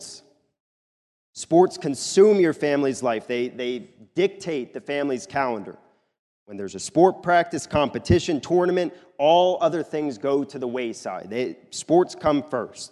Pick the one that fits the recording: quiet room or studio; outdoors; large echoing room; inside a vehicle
large echoing room